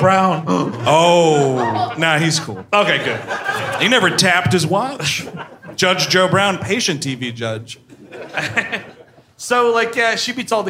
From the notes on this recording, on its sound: Live in Cleveland. At Hilarities in Cleveland, OH.